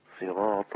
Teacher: الطاء هنا في أعلى مراتبها. طاء مفتوحة قوية. فخامة أكثر يعني.